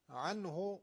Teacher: عنه نون اظهار میشه در نزد هی